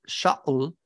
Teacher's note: it's got a deep glottal stop in there that Greeks don't have.